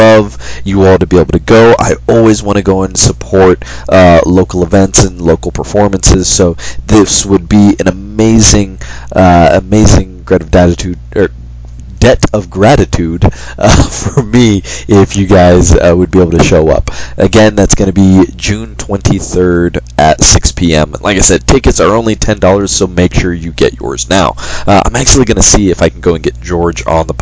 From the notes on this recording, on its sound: This time we didn't get subtly kicked out of the location we were recording in. Forgive the audio quality of the episode. The pre-episode segment was recorded with my gaming headset again. The episode itself was recorded from my phone.